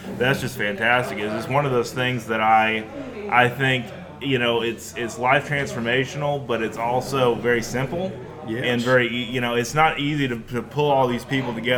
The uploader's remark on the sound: records another mobile podcast at a Cross Water Outfitters fishing ministry event